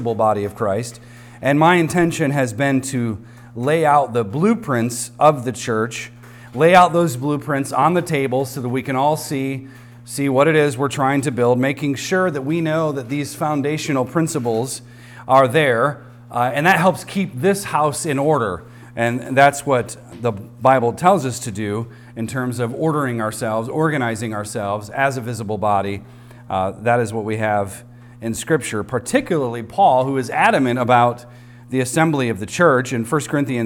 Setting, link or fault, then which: setting, large echoing room